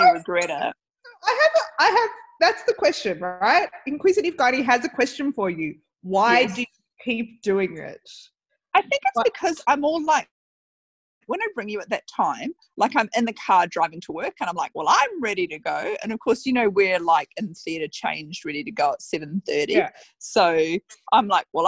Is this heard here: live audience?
no